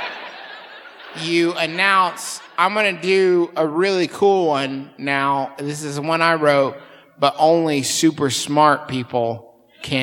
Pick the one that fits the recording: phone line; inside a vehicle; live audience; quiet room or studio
live audience